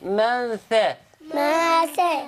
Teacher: منثى هنا ميم فتحة نون ساكنة أتى بعدها حرف الثاء حكمها الإخفاء الحقيقي